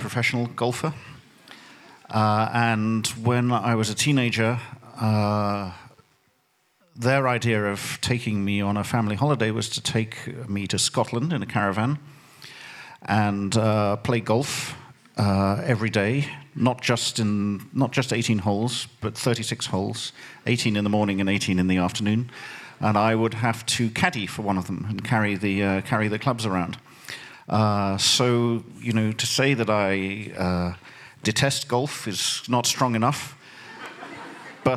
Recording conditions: live audience